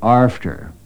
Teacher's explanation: a true Nova Scotian, in saying the word A-F-T-E-R, will always insert an R. It will always come out after.